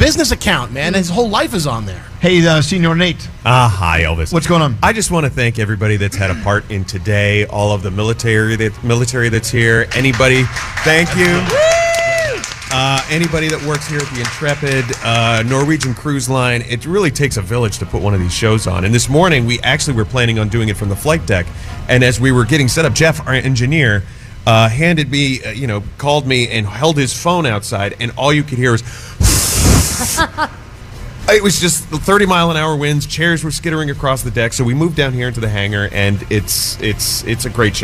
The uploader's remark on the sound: Live Broadcast From The Intrepid!